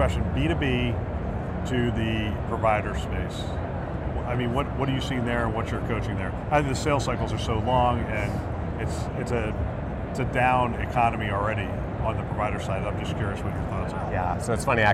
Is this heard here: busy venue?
yes